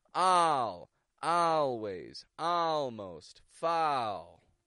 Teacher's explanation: When an American pronounces words with an A and then an L, we get the sound ow, ow. This is an ah sound that quickly goes into an L.